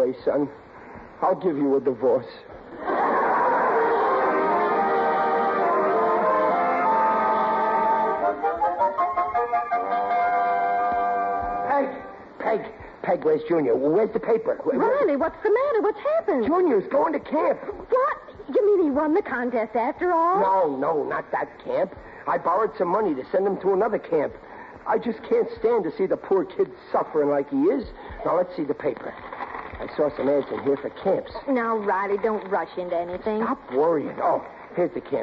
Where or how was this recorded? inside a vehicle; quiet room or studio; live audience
live audience